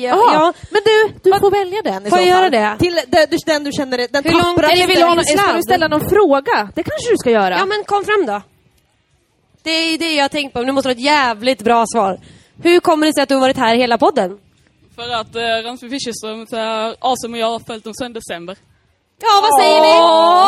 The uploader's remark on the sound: LIVE inspelning fr&aring;n West Pride! LIVEPOD West Pride. Del 2 av vår LIVE inspelning från West Pride!